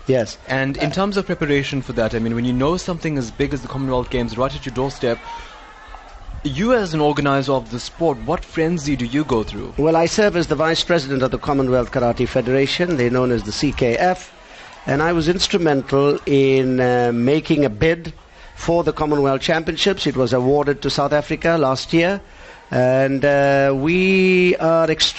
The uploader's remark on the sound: NewsbreaK Talk LIVE from the SA Karate 2017 Nationals. Lotus FM — SABC News and Current Affairs. Live broadcast from the 2017 SA Karate Nationals.